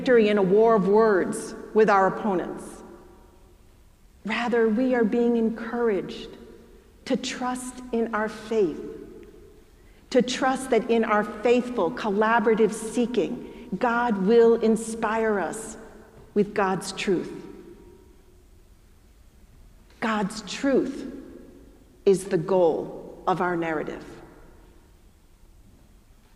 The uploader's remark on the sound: preached at our celebration of the Holy Eucharist on the Twenty-third Sunday after Pentecost